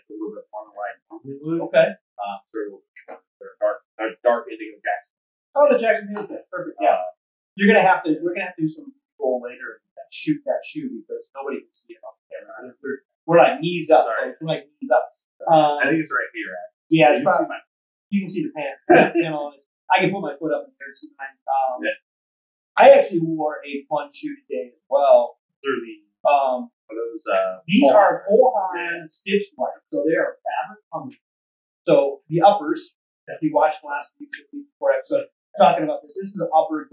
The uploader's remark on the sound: Wanky Audio. We had some unfortunate audio issues. Apologies for blowing out your eardrums.